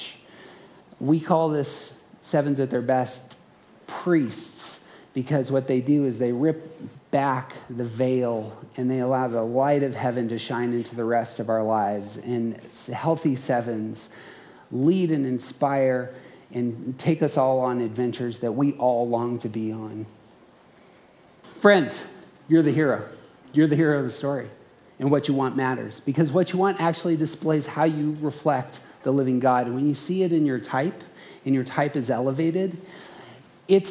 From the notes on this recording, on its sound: Around the Circle hosted a conference. This audio is a live recording from that conference.